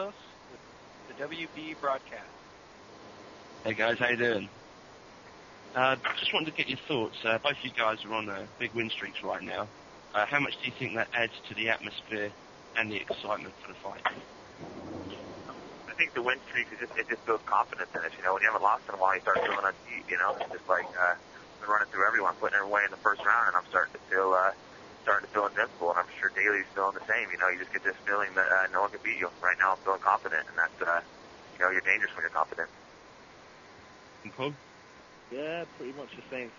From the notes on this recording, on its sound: Elite XC Conference call